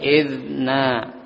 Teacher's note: Id tidak dipantulkan, tidak dipantulkan, bukan kol-kola. Id tidak, id jangan dipantulkan.